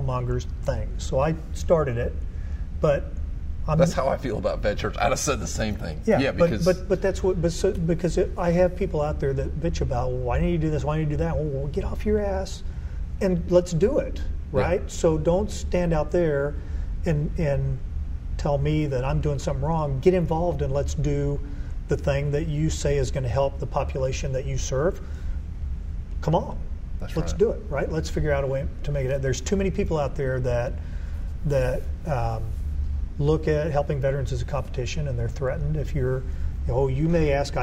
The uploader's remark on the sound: Recorded at VetXPO 2018 Gallant Few in Ft Worth Texas.